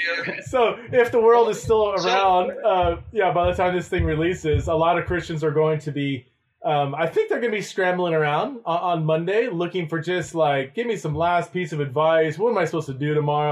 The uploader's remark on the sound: We had some technical difficulties during the recording. The audio is not to our standards, but we felt the podcast was too good to throw away.